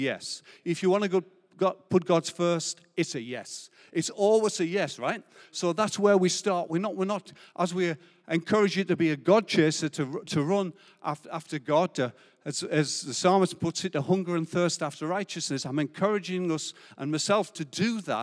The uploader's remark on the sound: Recorded live at Life Church Lancashire, 30rd October 2022.